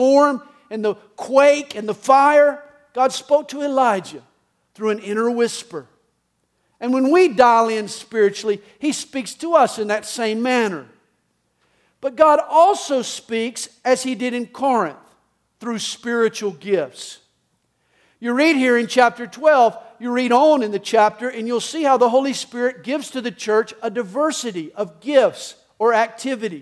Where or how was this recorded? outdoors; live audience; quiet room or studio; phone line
live audience